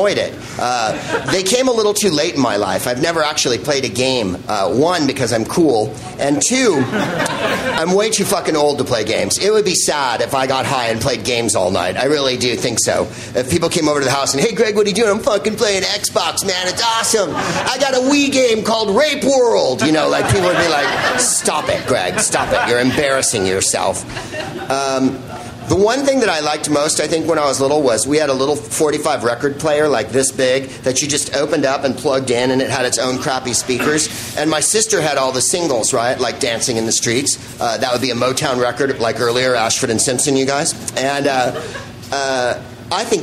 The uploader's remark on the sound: Live from The Hideout in Austin, Texas and the Out of Bounds Comedy Festival